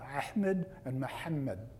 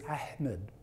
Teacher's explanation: the locus of making the sound is at the top part of the throat, the pharynx. And so that's why the adjective pharyngeal.